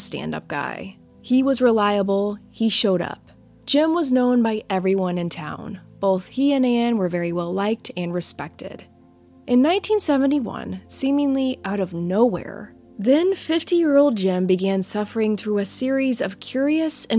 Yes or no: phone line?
no